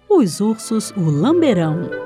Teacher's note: palavras cuja sílaba tônica recai sobre a sílaba final da palavra, a exemplo de coração rimando com lamberão · Term: rima aguda ou masculina